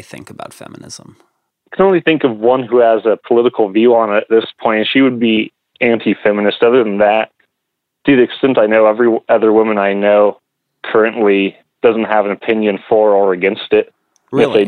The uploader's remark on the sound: In this episode the two of them speak on the phone together for the first time.